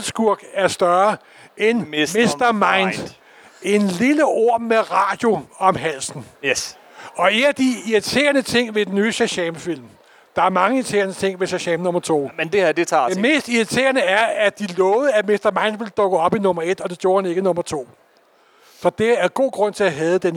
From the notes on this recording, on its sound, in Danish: Live fra Copenhagen Comics 2023